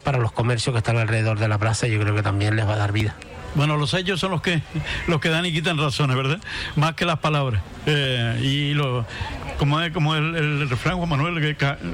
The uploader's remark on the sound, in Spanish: En directo desde el Mercado Agrícola. Dentro del programa especial desde el Mercado Agrícola en la plaza de Antigua.